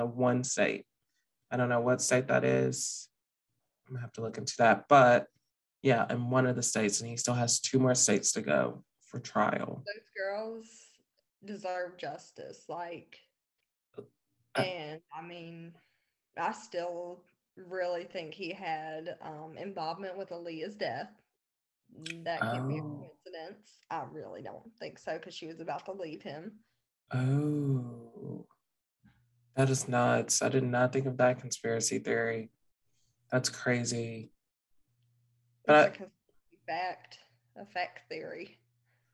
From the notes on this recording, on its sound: Yes we are aware of the mic issue.